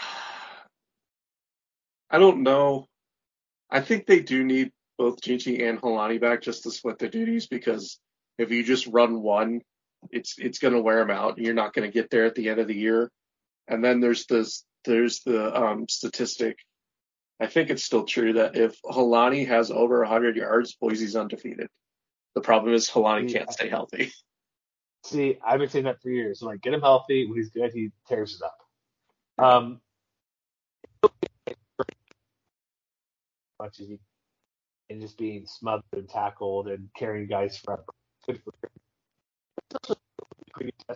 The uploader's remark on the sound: Apologizes for audio. Internet wasn't cooperating.